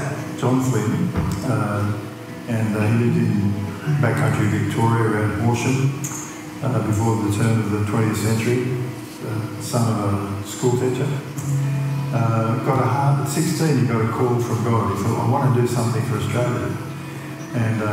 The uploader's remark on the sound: at the CRC National Conference in 2023 held at Diggerland Church in Redcliffe Victoria